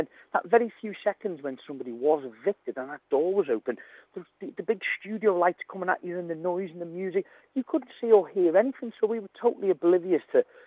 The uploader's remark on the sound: receives a surprise Phone Call